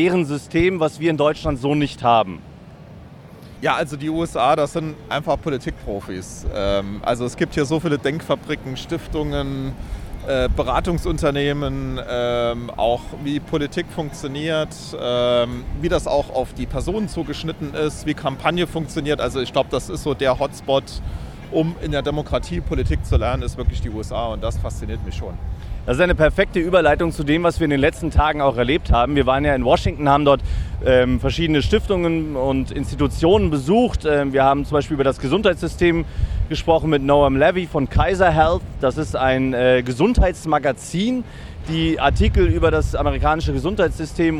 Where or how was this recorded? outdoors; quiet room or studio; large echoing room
outdoors